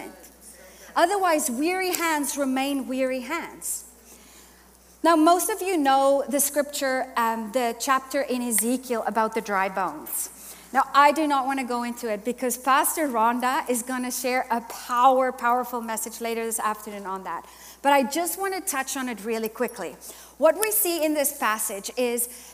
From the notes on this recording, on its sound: Today’s episode is Session 3 from Heart conference 2023.